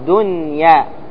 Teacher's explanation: دنيا لابد من إظهار النون، فتقول دنيا مع أنها نون ساكنة بعدها ياء، لكن لا تضغم